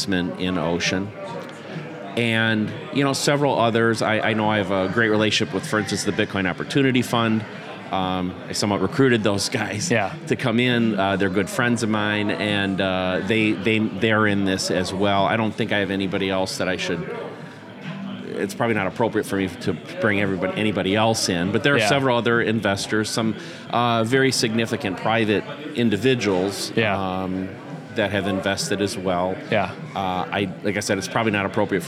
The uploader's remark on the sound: live from the South Carolina debut